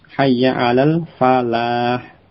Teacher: Sebagaimana pada lafaz salat itu ya hayya alal falah, itu lamnya tidak tasydid.